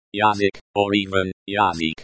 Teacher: Язык is often pronounced with a hard K sound, like K in kite, So it can sound like Yazik, or even Yazik.